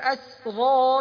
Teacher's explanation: وكذلك أسرى فالراء هنا مفخمة